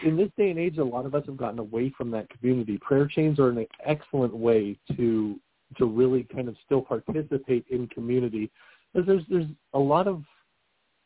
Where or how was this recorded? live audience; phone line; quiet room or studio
phone line